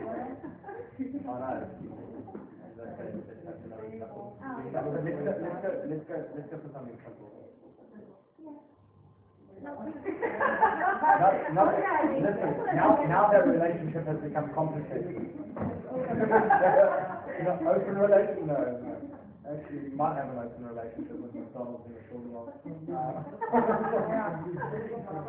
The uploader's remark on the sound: RockTape kinesiotape seminar. Recorded seminar.